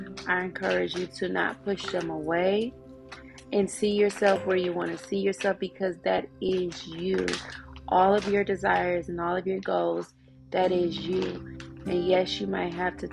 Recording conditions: sounds in the background